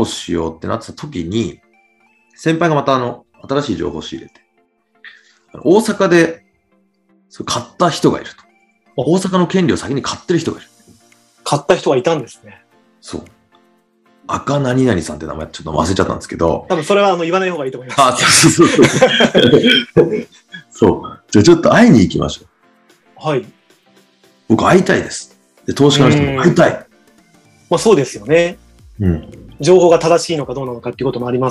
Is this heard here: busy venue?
no